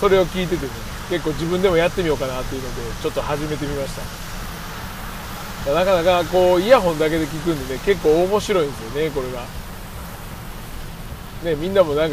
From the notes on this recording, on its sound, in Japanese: 京都店からの帰り道に収録